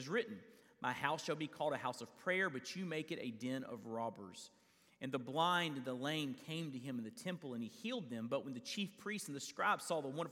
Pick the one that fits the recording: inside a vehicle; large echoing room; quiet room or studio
large echoing room